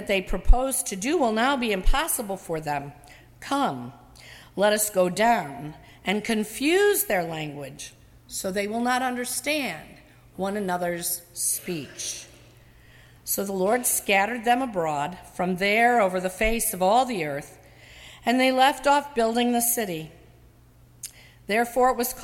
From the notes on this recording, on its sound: during the 11:00 AM service on Sunday June 4, 2017, at First Presbyterian Church of Arlington Heights, Illinois.